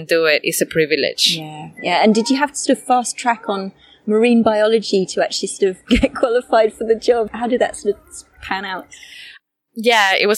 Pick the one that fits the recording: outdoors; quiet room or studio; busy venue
outdoors